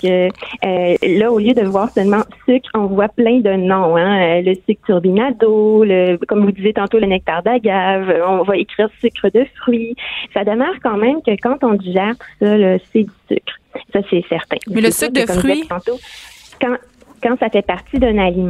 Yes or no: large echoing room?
no